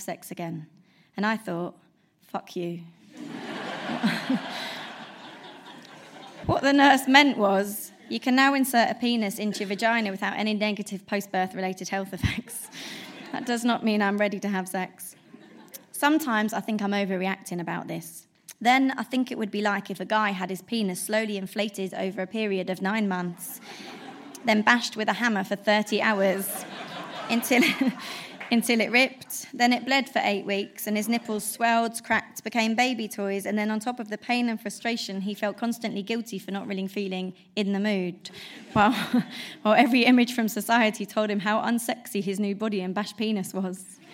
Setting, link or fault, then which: setting, live audience